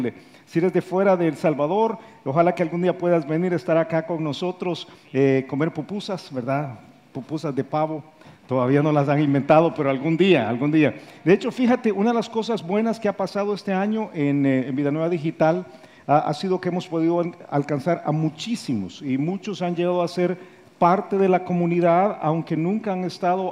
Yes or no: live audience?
yes